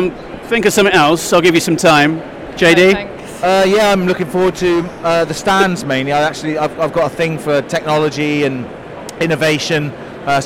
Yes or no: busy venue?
yes